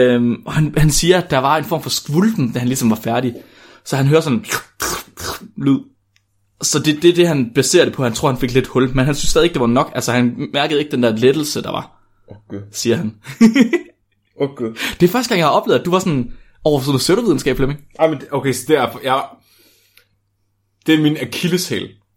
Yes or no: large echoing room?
no